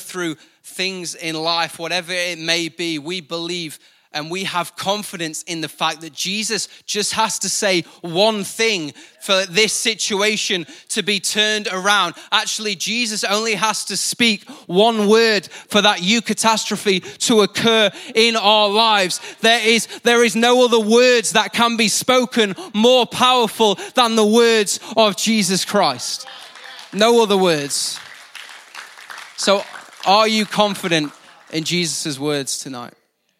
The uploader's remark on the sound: IKON Church. Recorded live at the Chesterfield Campus this is the message from the evening service.